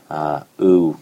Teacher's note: the typical glide-like movement or diphthongal quality of oo to get tighter and rounder as it goes on.